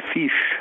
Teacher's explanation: die Aussprache des CH als SCH, das geht dann in Richtung Köln.